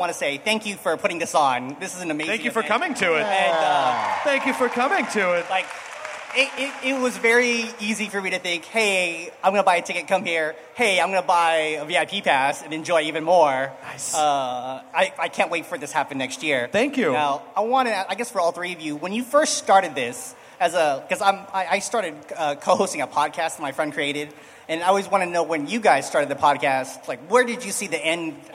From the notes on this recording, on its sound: It's a nerdist hostful live from ID10T festival!